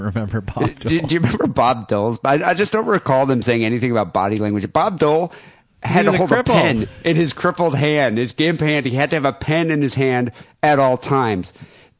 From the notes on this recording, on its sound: Phone calls and listener email.